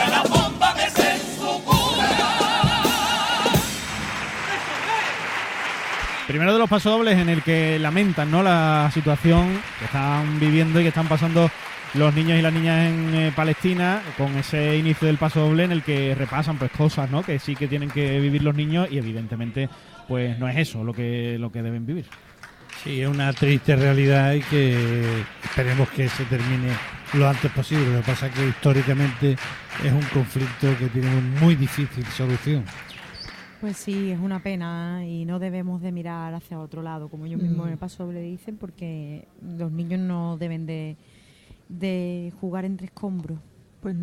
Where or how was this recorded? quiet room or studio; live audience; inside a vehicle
live audience